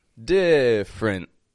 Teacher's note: I'm just going straight from the F to the R.